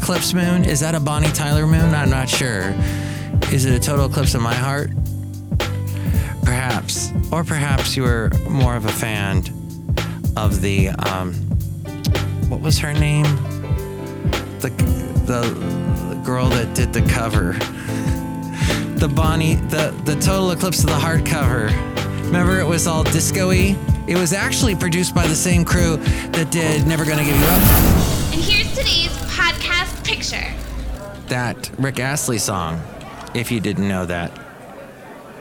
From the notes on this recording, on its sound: podcasts live from Cafe Anyway